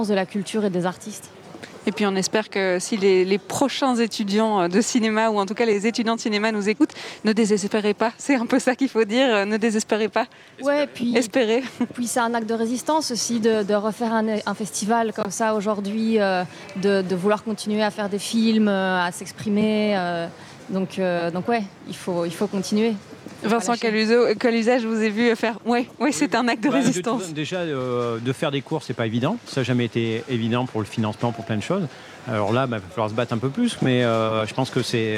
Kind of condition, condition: setting, busy venue